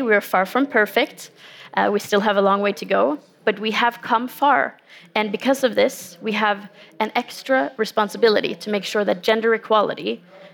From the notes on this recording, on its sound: recorded at COP28 in Dubai